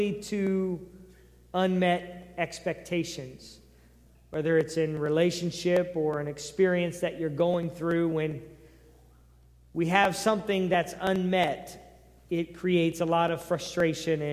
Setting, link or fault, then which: setting, large echoing room